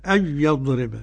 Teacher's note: قرأ خلف عن حمزة بعدم الغنة